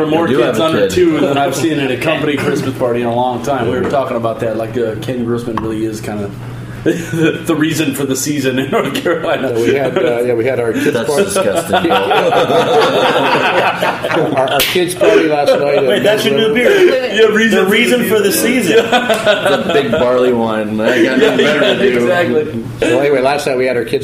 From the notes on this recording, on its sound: Recorded off-site at Jimmy's No.